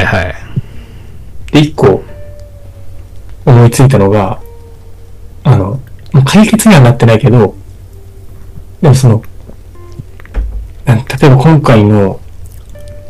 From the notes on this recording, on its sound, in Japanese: 設定ミスって軍事無線みたいな音質になってます